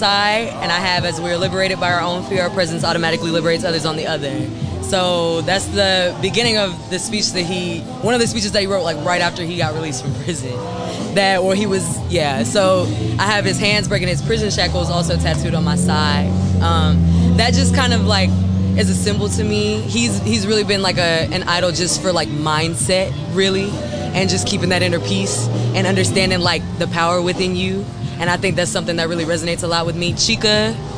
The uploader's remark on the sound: This episode concludes our interviews at the Valley Festival.